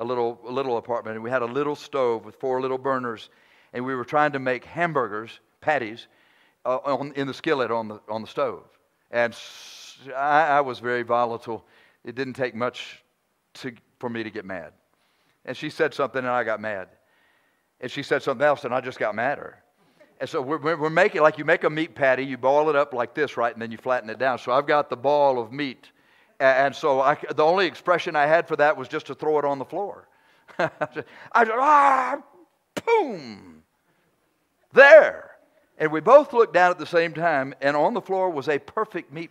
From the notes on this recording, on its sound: preaches during our 11th Church Anniversary Conference